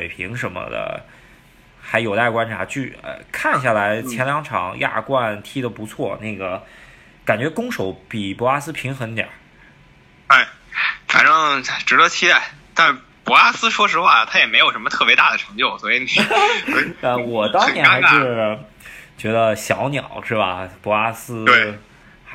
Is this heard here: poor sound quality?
yes